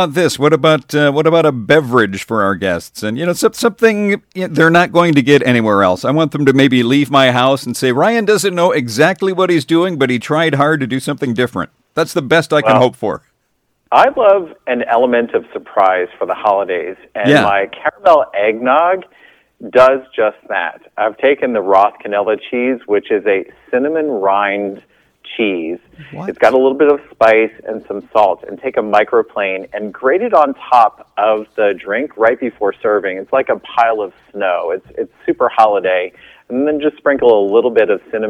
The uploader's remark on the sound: called